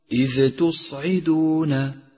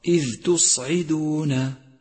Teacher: احذر من قلقلة الذال في كلمة إذ، فهو خطأ شائع · Shown in: first take · أي أن تقول إذ تصعدون، والصواب إذ تصعدون.